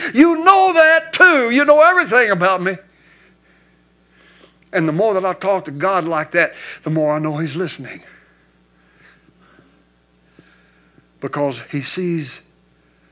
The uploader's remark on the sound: recorded at Household of Faith Church in Benton, Arkansas